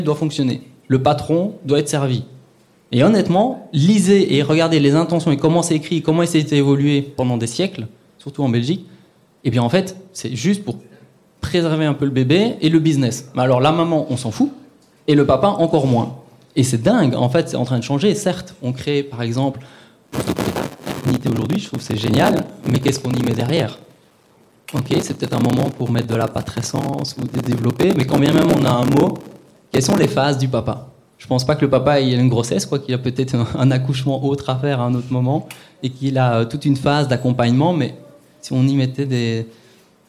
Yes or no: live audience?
yes